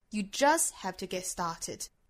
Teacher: 就是我们强调的点可以放到 just 这个单词上